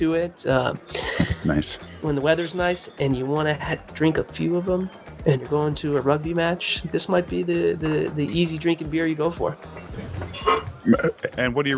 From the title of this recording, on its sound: Happy Hour LIVE Tap Room - Treehouse Brewing & Solace Outpost